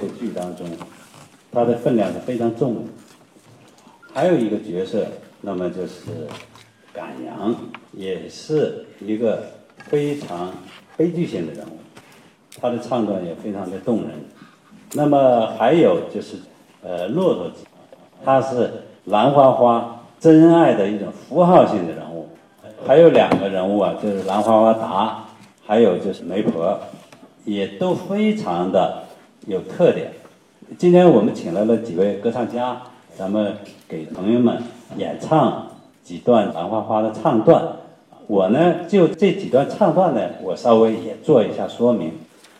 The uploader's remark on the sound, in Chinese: 今天的节目中，剧小院就带大家来到赏听会现场，抢先感受一下这部歌剧的音乐魅力。